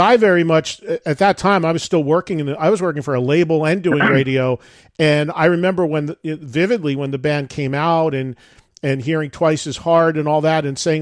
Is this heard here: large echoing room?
no